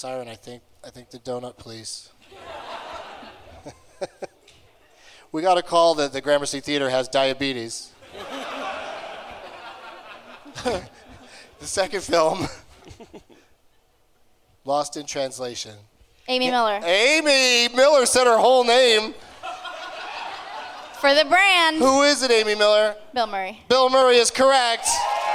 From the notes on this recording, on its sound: Live from the Gramercy Theatre in New York City.